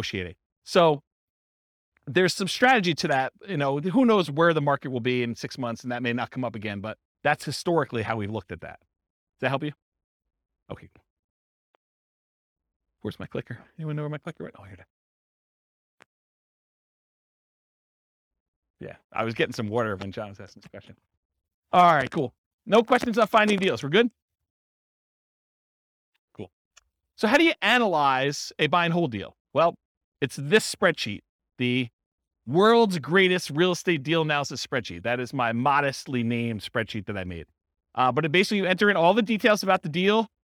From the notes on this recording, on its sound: This was a live class recorded.